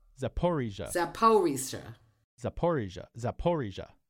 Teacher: the stress is on the po